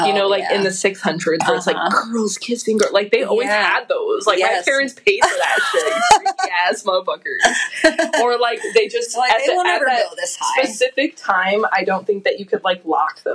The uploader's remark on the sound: Listen to our terrible sound quality of our very first episode! If you can get past our kinks we’ve since worked out.